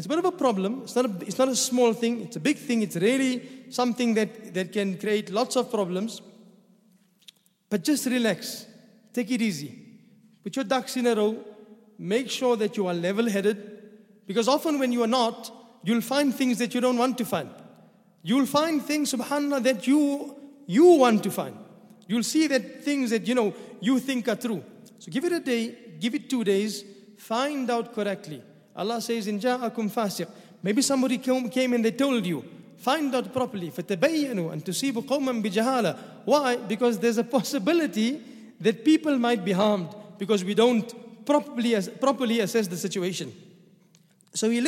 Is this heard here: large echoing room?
yes